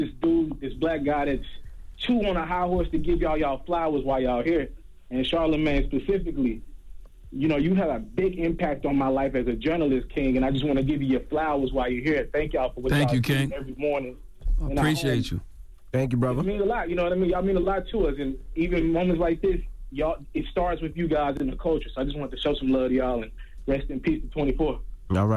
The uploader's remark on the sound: We opened up the phone lines, for listeners to send their condolences